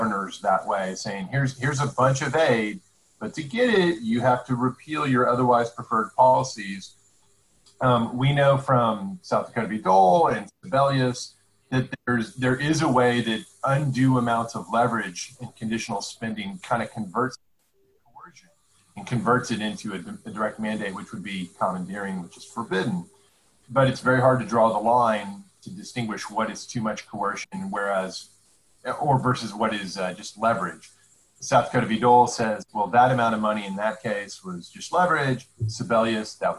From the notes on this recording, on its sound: This is our second lockdown episode, simulcast as a Zoom-based video!